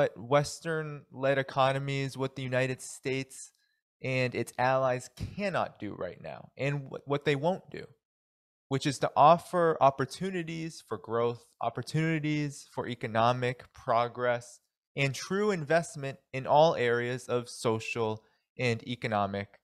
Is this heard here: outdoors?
no